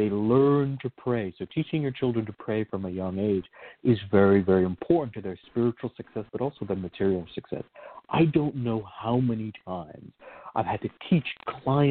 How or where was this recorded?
phone line